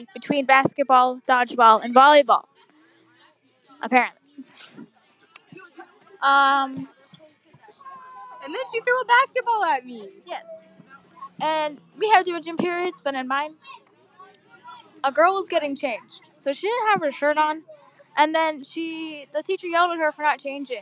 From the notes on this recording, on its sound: This is all recorded on a bus. Sorry for the loud background noise, but not really, it’s a bus.